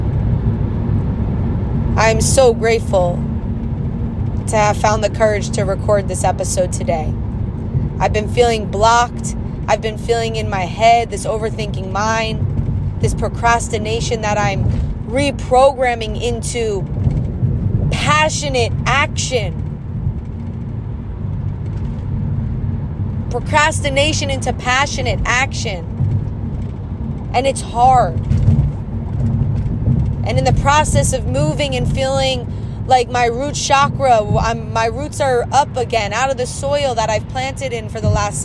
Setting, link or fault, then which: fault, phone or laptop microphone